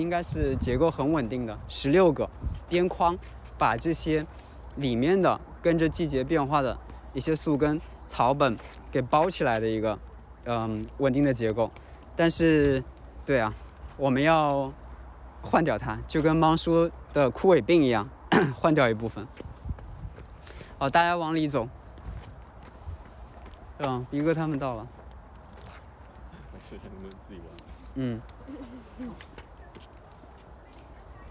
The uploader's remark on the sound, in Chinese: 本期内容是11.11线活动的收音，大家一起在花园里散步聊天。途中还偶遇了今年的第一只冬候鸟红胁蓝尾鸲。